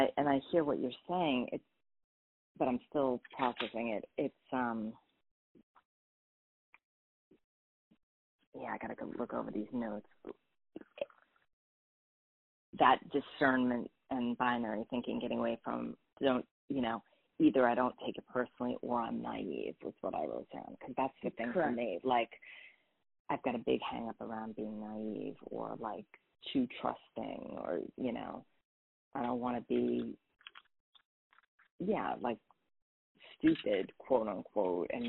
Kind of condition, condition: link, phone line